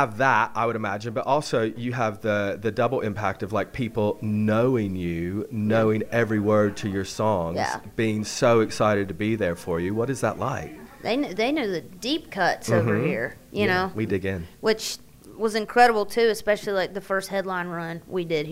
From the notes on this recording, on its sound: backstage at the Highways Festival at The Royal Albert Hall